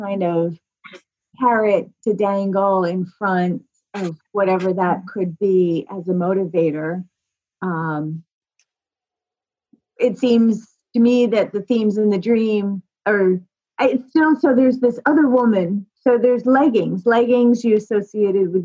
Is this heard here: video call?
yes